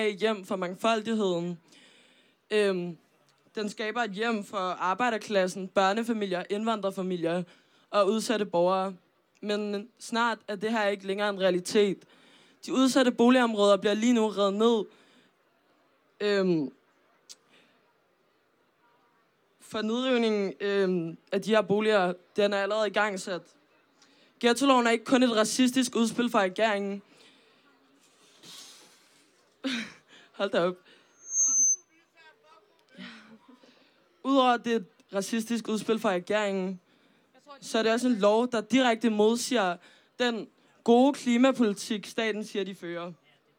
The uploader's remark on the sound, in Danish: Live fra Fælledparken